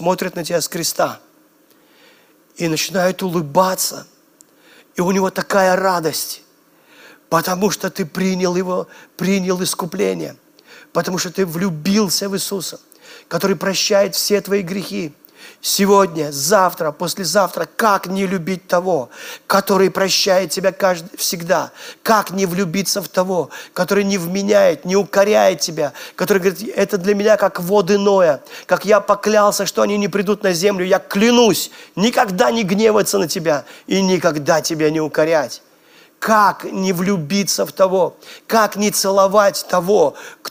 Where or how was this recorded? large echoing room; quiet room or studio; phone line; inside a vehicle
large echoing room